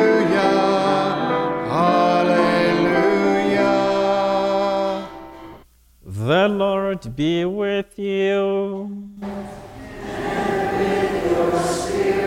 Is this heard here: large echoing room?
yes